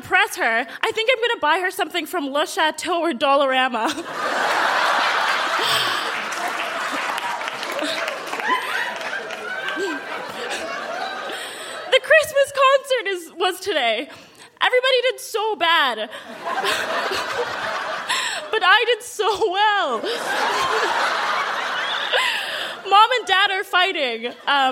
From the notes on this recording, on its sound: Recorded live at the Park Theatre in Winnipeg.